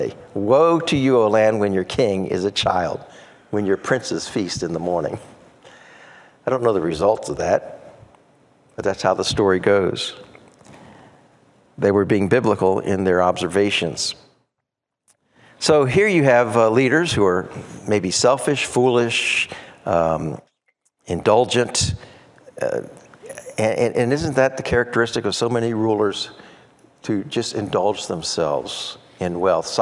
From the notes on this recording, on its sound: preached at Bayside Community Church in Tampa